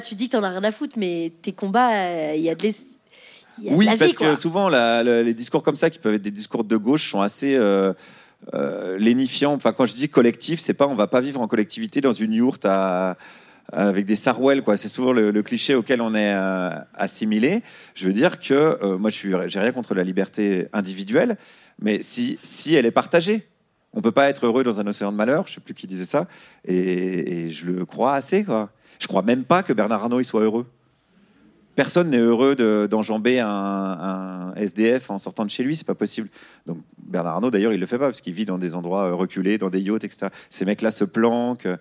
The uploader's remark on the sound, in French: Captation réalisée au Cabaret Sauvage.